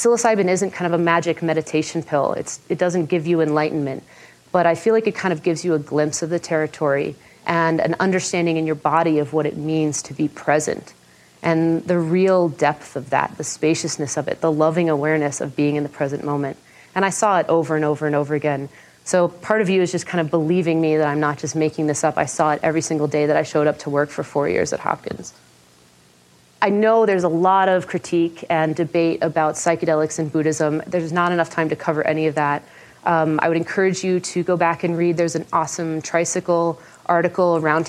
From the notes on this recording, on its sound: In this talk from the 2014 Buddhist Geeks Conference